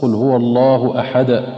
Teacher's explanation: الدال تقلقل في حالة الوقف